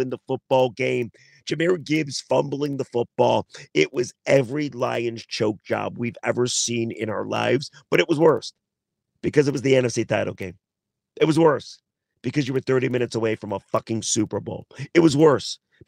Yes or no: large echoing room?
no